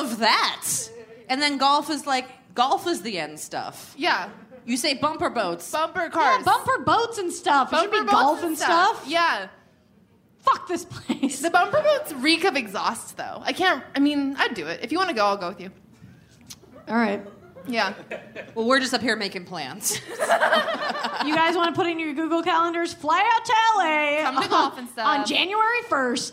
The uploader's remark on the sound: Live from Chicago! The ladies are live from Chicago's Promontory Theater for the Chicago Podcast Festival.